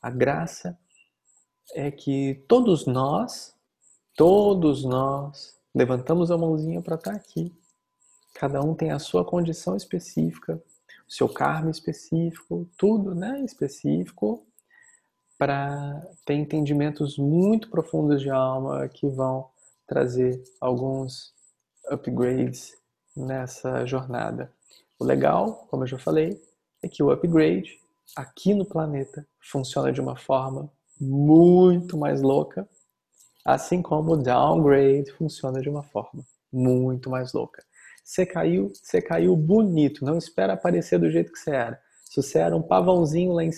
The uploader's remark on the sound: Online via Zoom